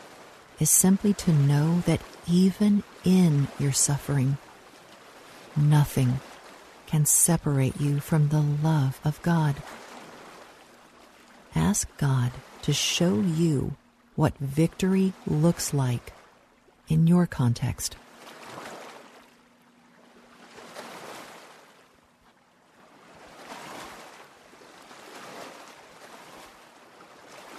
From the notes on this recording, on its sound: Relax to the sounds of lake waves. Relax to the sounds of lake waves.